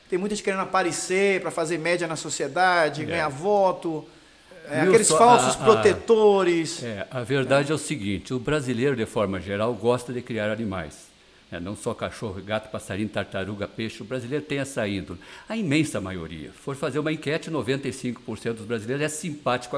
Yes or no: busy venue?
yes